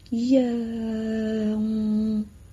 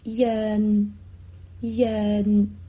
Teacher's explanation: 正确的发音让，结束的时候口腔是打开的，舌头收起来 · Shown in: first take · ，注意了，是收起来，不是卷起来。这个让在我们前几期我都有带领大家练习过。现在下一个正音是每，每天的每，粤语是每，是么和乌，每，结束音在一上面。美不是闭唇音，我听到很多朋友把美发成了闭唇音。美结束的时候嘴巴是自然松弛，美，让和美我们都已经练习过了，我就不想花更多的时间放在已经学过的这些字上面。下一个正音的是点，一点两点的点，粤语是点的音，点，调整声调，点，点是一个闭唇音。词组练习一下，点点滴滴，点点滴滴，注意了，滴是短音，短音必须要把你的气流收住，但是不需要闭上嘴巴。点点滴滴， · Term: 后鼻音